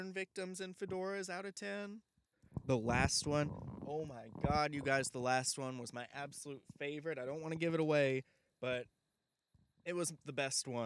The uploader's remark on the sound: records a LIVE* episode of the podcast in the middle of a forest